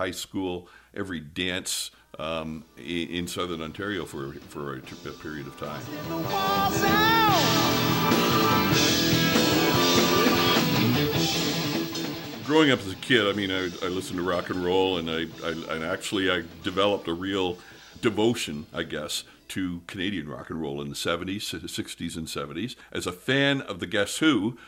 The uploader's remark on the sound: Bobcaygeon marked the first National Day for Truth and Reconciliation with a special ceremony. We bring you some of the voices and sounds from this important event.